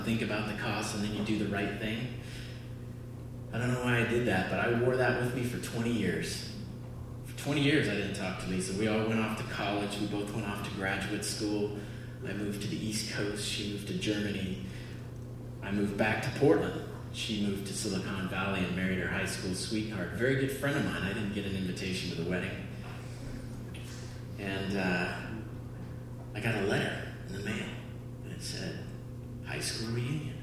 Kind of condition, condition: setting, live audience